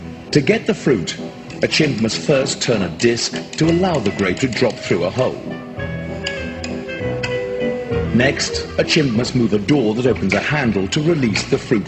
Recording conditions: large echoing room